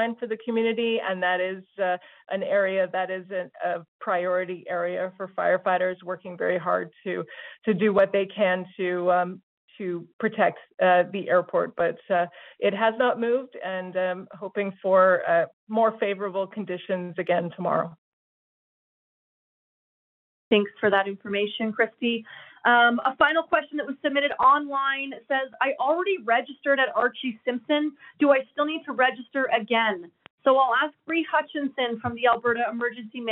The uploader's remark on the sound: Albertans who are evacuated can attend telephone town halls with government and partner organizations to get updates and answers to their questions.